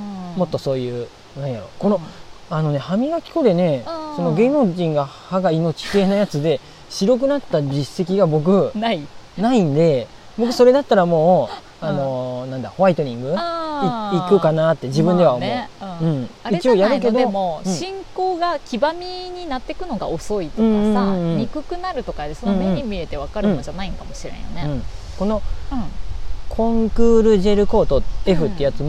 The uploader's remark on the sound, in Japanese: ひるがの高原キャンプ場の川原での収録となり、ちょっとせせらぎ音が入ってしまいました